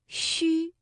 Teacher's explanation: 发音特点就是舌面前部要隆起，接近硬腭，这个嘴唇呢要搓成圆形，略微的向前突出，气流从舌面和硬腭之间轻轻送出，声带震动，读音轻而短